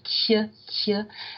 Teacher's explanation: a T can be palatalized in Auvergnat